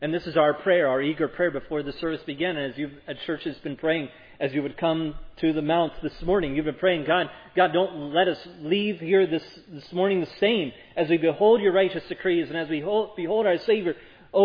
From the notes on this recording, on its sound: Preached at Providence Church on Sunday, May 22, 2022. This sermon on Psalm 122 was preached at Providence Church.